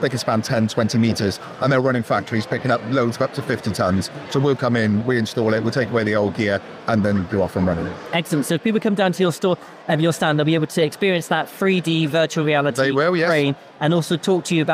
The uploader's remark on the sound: Devon Business Show. 'Live at the Show' podcasts.